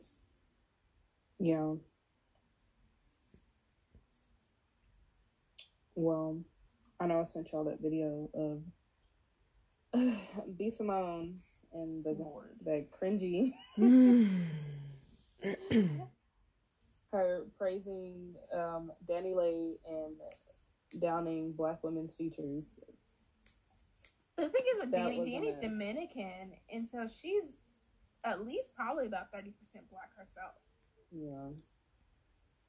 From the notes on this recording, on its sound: Excuse the recording!